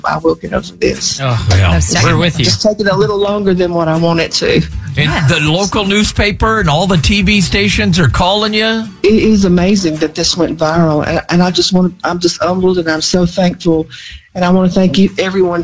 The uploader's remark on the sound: on the phone